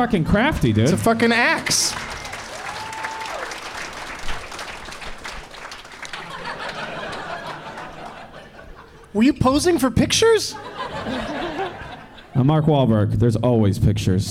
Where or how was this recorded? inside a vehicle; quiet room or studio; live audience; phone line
live audience